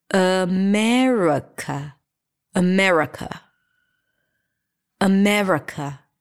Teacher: Do we pronounce the a, the re, the ka? The truth is that we don't pronounce any of those vowels because all of them are reduced to a schwa.